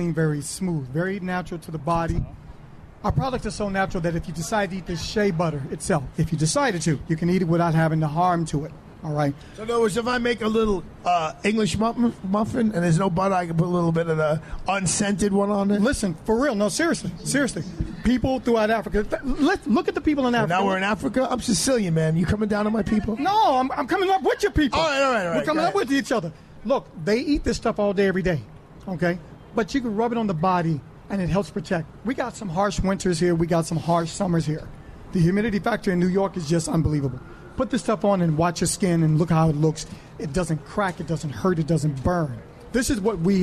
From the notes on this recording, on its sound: Live Broadcast from Pershing Square New York City. Live Broadcast from Pershing Square New York City.